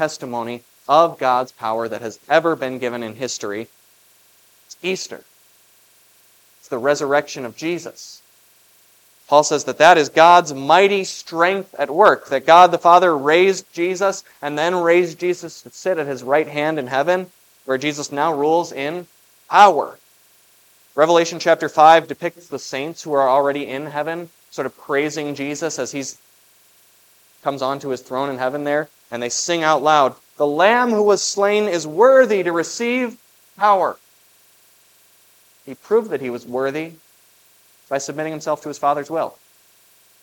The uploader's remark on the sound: was preached for the Festival of the Ascension at Grace of God Lutheran on May 21, 2023